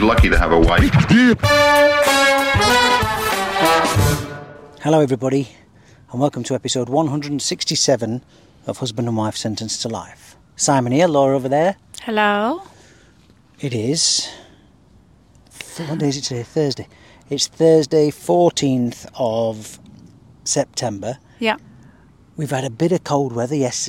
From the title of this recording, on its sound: Live from Hyde Park